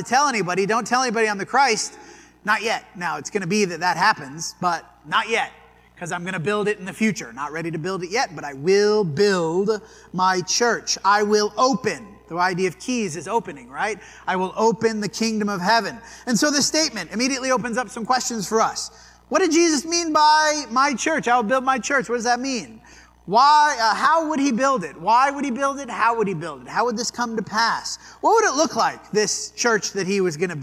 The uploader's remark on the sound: This sermon was preached at the Dewey Church of Christ on April 23, 2023.